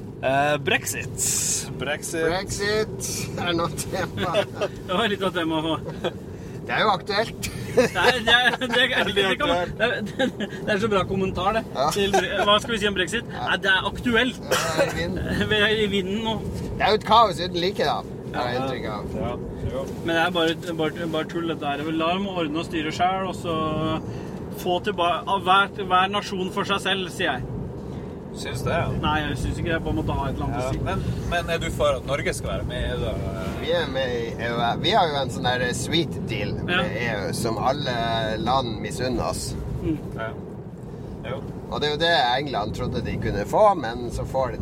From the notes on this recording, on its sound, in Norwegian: Lyden er ikke av studiokvalitet siden opptaket skjedde i en bil.